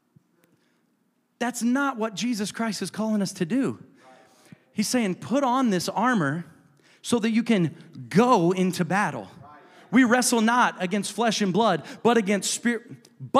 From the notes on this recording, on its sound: A service recording from Connect Point UPC.